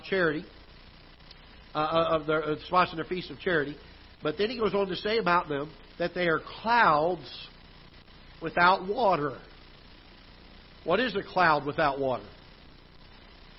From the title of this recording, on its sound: Ketha Heights Baptist Church ~ Live Broadcast